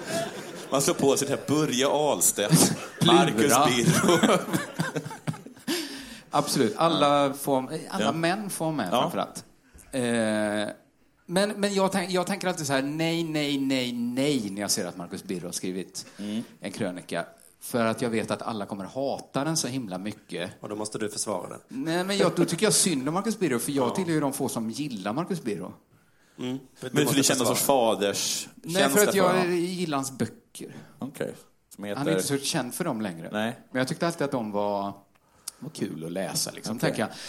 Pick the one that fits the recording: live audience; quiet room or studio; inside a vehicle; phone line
live audience